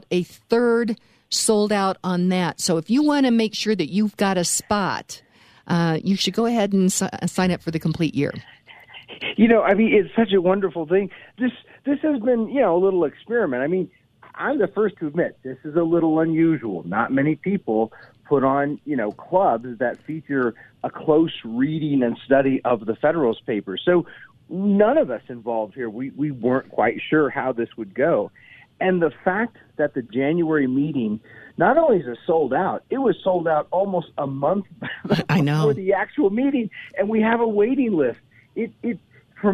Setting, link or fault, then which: link, phone line